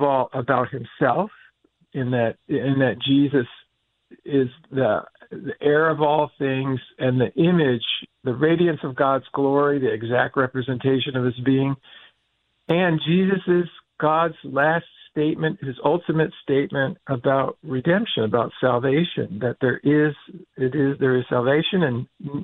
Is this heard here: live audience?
no